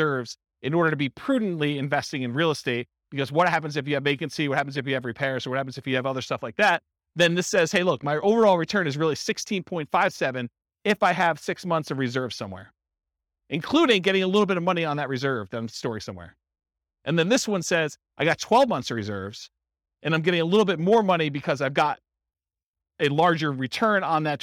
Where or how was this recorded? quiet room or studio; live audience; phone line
live audience